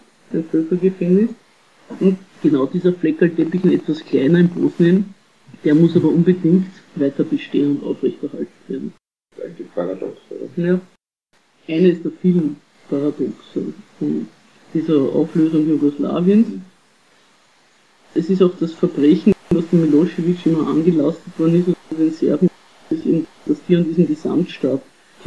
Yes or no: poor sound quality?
yes